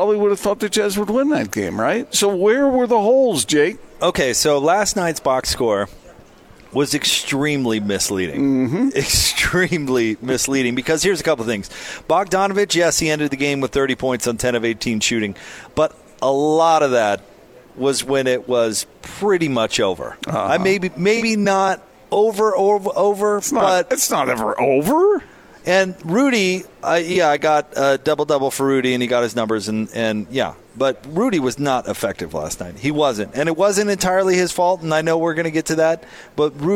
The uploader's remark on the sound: LIVE at Roots Tech genealogy conference